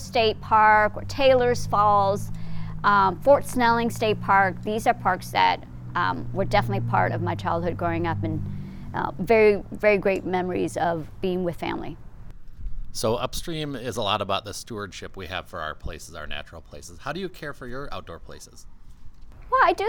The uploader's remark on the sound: at Boom Island park in Minneapolis